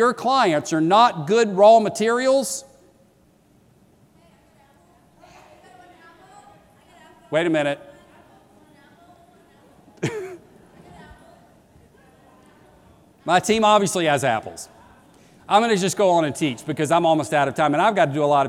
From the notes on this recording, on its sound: keynote that launched the 2016 conference